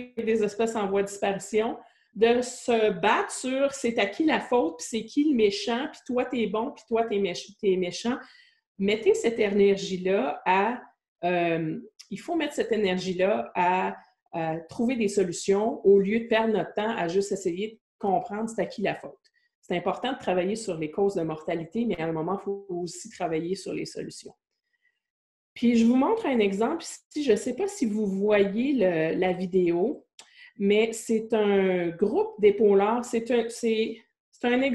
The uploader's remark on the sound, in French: Conférence en ligne organisée par le Collège de Maisonneuve.